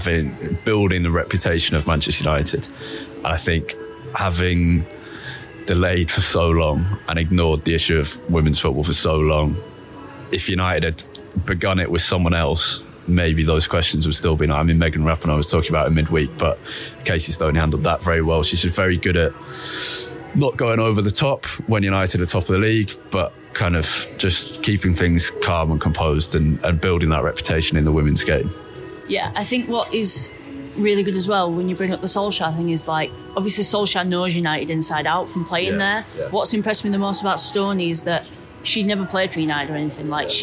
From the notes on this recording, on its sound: This was recorded at half-time of Manchester United vs Manchester City in the Women's Super League.